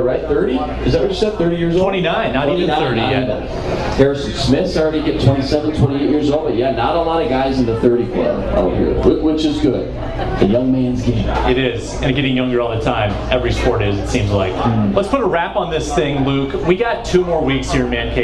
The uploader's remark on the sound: Live From Bonfire in Mankato!